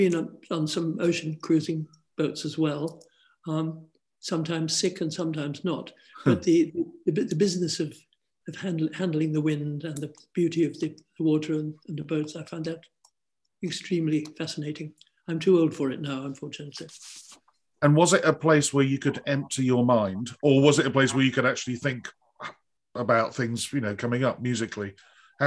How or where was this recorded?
video call